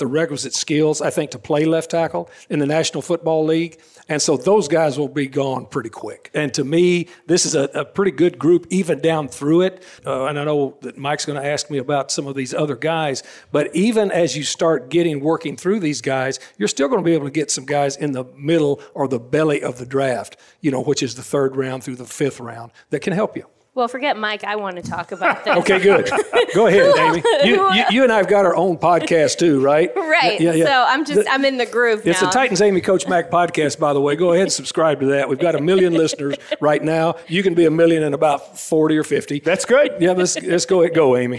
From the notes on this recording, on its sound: LIVE at Harbaugh Club on WKU Campus. Day 3 of the OTP Live tour rolls on from the Harbaugh Club at Western Kentucky University.